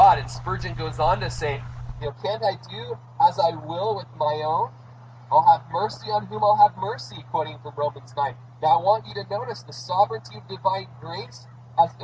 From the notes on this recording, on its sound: This is our last service in the park so bear with us through the added noise.